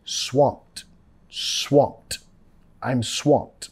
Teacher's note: Nota acá la ED, vamos a pronunciar como una T.